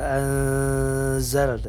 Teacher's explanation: Dalam hal ini adalah huruf zai. Jadi bunyinya antara nun sukun dengan huruf zai. Anzal, bukan anzal, tapi anzal. · Term: ikhfa